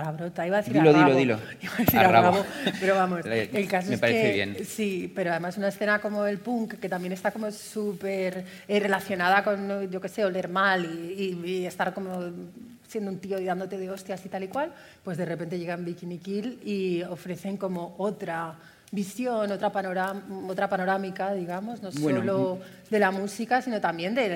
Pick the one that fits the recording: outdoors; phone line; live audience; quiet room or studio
live audience